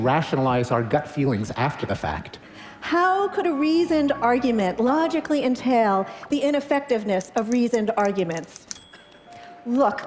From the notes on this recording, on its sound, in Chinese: 这段对话是在TED现场录制。